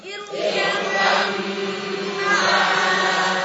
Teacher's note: Kenapa irukam ma'ana menjadi dengung? Karena mim tasdid di situ.